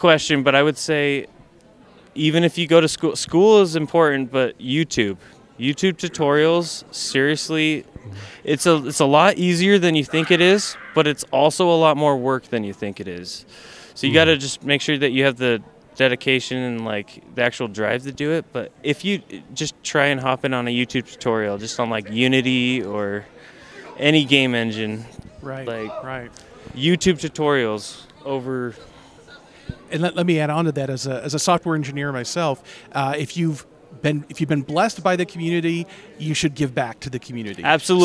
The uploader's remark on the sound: Gaming And More Interviews Live From FanX.